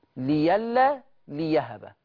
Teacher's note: يبقى أبدال الهمزة بياء مفتوحة · Term: الإبدال بياء مفتوحة